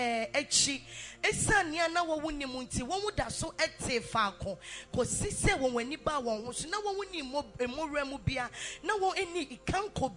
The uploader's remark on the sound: Preached at the New Move Conference 2019